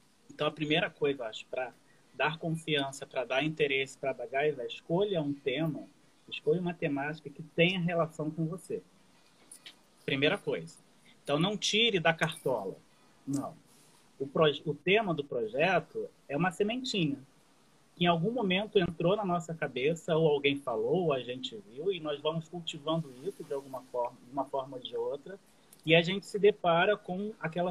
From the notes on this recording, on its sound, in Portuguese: Esse episódio é referente a live do Instagram, realizada em 26/8/2020